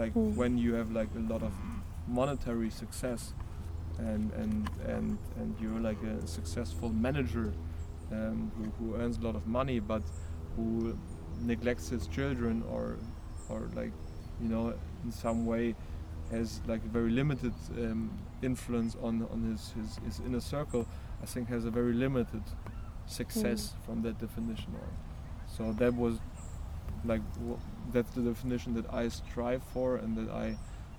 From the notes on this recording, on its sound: Recorded at the Café de Paris in the heart of Cologne and after a short switch along the iconic Rhine.